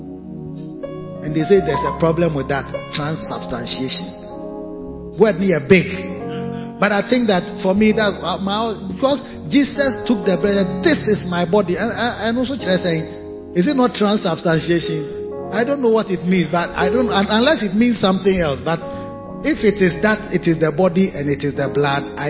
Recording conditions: large echoing room